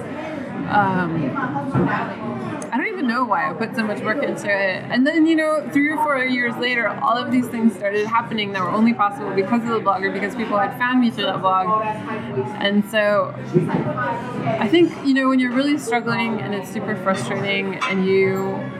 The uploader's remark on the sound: This interview has significant background noise.